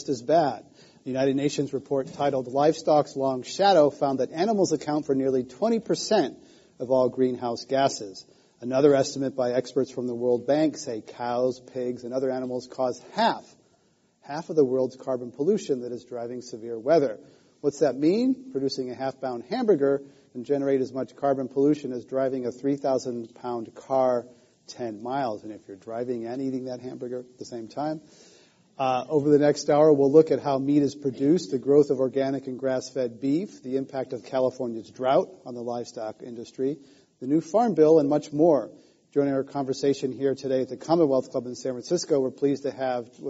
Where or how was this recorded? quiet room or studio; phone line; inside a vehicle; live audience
live audience